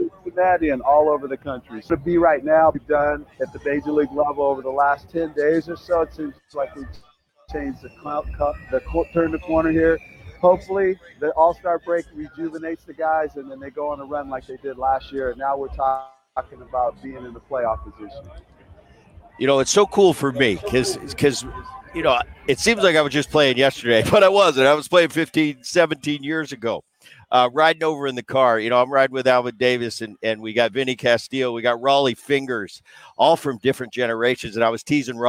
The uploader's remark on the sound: live once again from the All-Star Game in Seattle